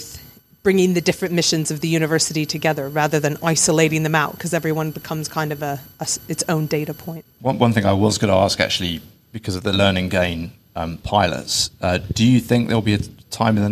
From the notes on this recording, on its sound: We’re in a LIVE discussion with University leaders covering the role of data in teaching, research, and student support. This episode was recorded at THE Live.